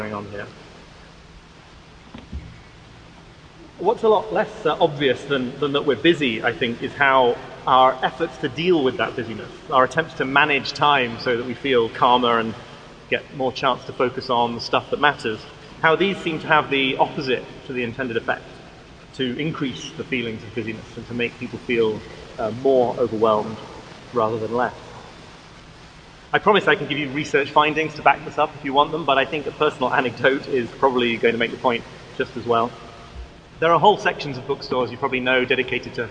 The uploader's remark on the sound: Friday afternoon talk at our 2017 Conference in NYC. At St George's Episcopal Church.